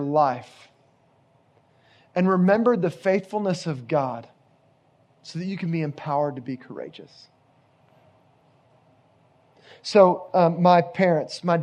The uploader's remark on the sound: Location: Grace Bible Church Creekside